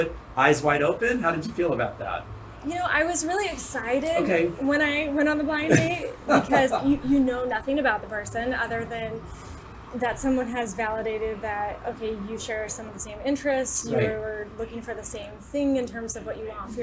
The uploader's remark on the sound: Curated Wines in Los Angeles, where this episode was recorded live.